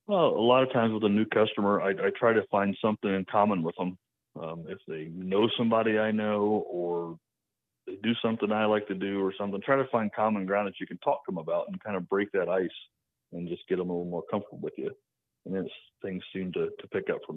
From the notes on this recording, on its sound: get on the phone